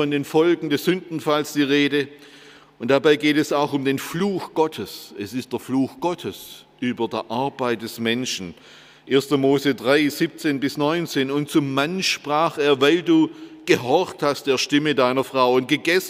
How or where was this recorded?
large echoing room